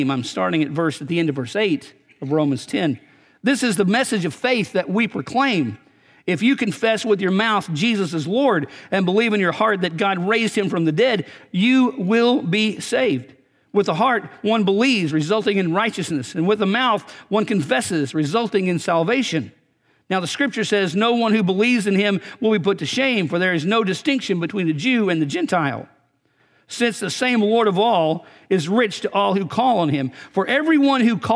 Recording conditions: large echoing room